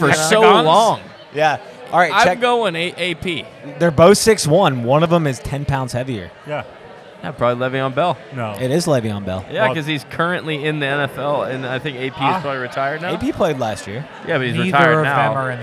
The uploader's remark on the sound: recording the show at Middle James Brewery